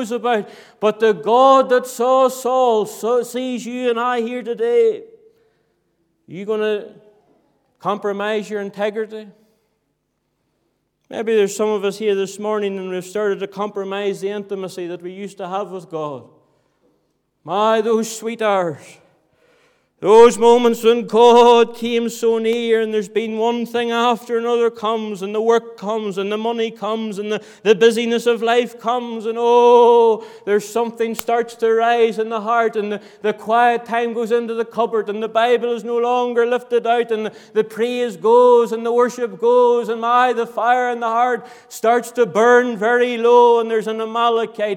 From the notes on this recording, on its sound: Sunday Morning, 26th November 2023. This audio was recorded at the Lifeboat Fellowship, Grange Corner, Moy.